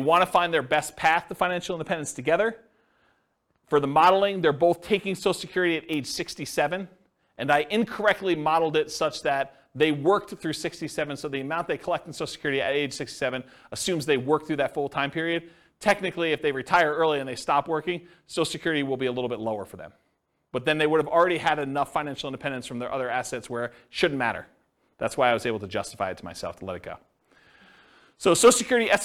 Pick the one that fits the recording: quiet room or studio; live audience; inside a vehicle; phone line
live audience